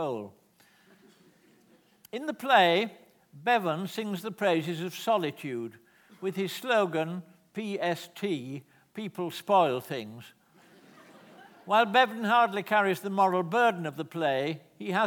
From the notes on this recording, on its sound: This is a recording of a live Platform event from November 2012.